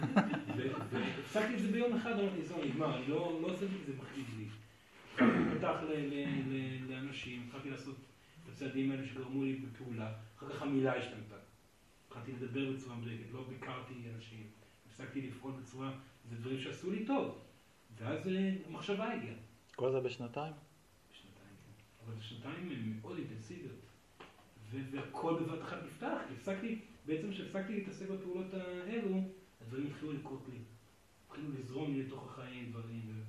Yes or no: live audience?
yes